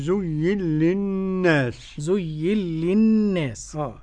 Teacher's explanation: ندغم النون في اللام. للناس الإمالة لدور أبي عمرو فقط. · Term: الإدغام